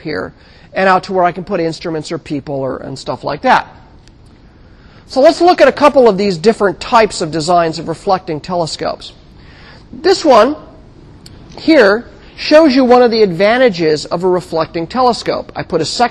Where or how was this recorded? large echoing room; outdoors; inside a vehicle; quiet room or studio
large echoing room